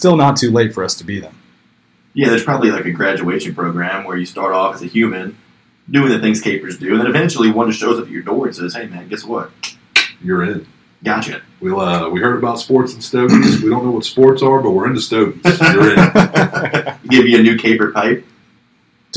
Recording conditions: poor sound quality